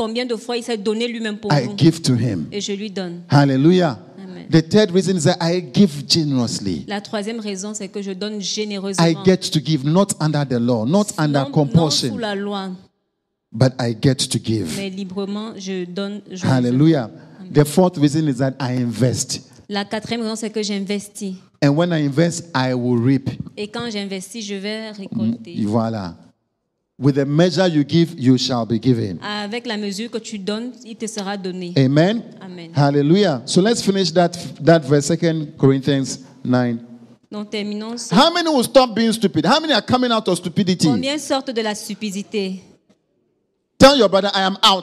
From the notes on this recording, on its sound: Preached during Joyful Hour Sunday Service Rabat